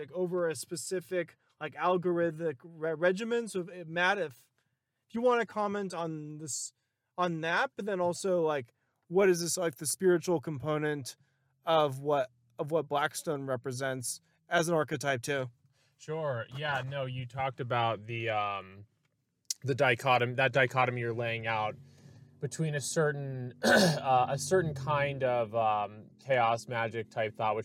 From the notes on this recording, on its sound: On a trip through the east of San Diego County. Field-recording a conversation.